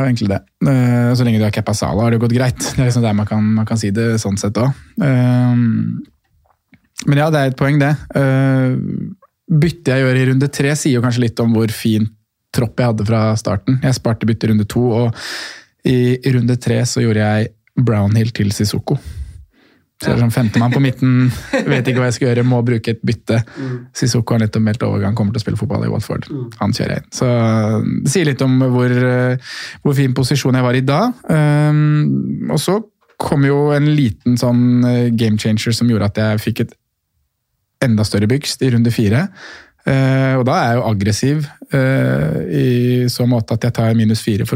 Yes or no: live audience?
no